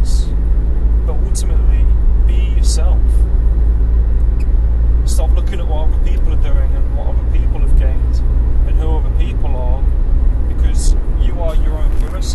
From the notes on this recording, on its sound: I recorded this via Bluetooth earphones while driving. You will hear the engine sounds, and car/traffic sounds.